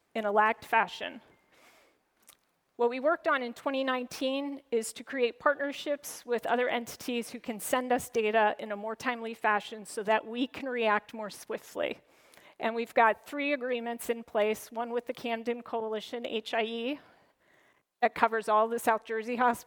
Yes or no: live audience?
yes